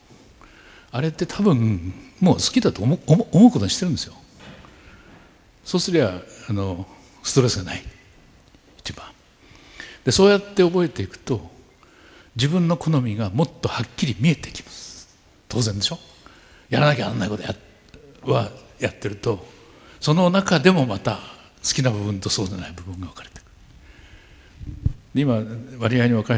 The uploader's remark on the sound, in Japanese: FM FESTIVAL 2012 未来授業。大学生と真剣に向き合い、直接議論を交わしながら行う１回限りの公開授業。TOKYO FM ホールで行なわれた。